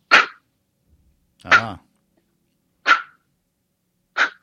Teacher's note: And so this is a K sound. It's done with the back of the tongue.